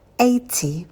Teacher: На дифтонге «эй» у нас рот минимально открывается. Держим оскал и на звуке «т» не забывайте про придыхание.